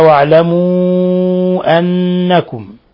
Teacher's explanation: ولما جاءت النون مشددة، مشددة في لفظ أنكم، إذن تغن مقدار حركتين